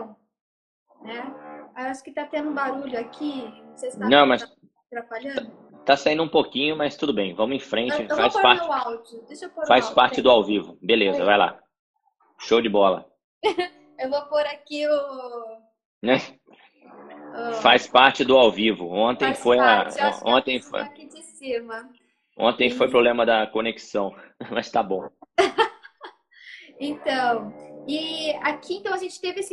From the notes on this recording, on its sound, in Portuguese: Esse podcast foi gravado durante uma live no Instagram.